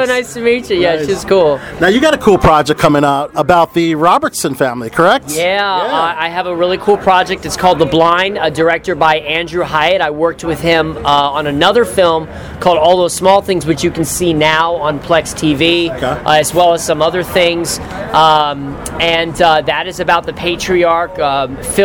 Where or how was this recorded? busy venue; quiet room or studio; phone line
busy venue